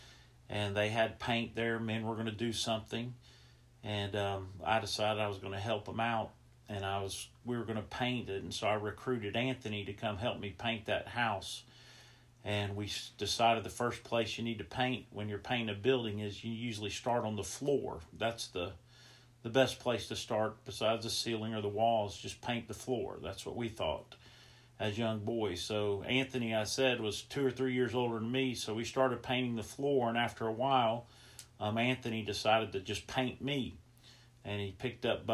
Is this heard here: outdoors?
no